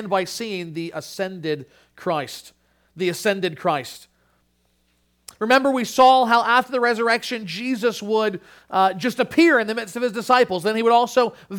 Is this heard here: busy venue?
no